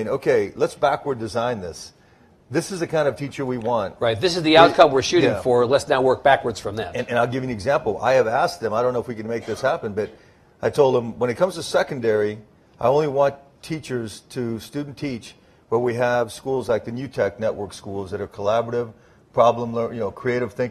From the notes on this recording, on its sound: The event was recorded before a live audience. At the University of Texas at El Paso campus. It was part of a half-day symposium on urban public education in Texas.